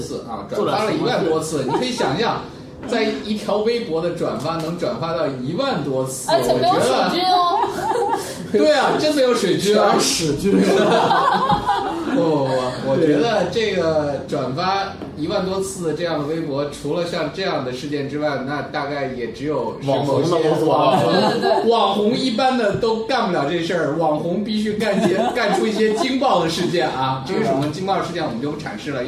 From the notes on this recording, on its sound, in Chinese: 本期节目为在张大妈办公区用录音笔录制，可能有街道上的杂音，请见谅。